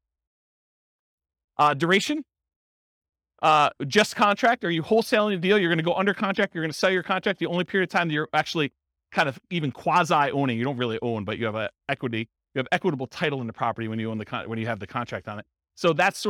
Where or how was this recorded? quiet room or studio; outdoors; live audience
live audience